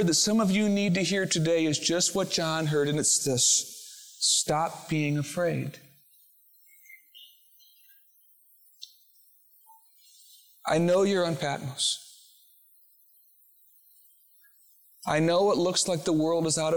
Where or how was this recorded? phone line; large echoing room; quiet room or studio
large echoing room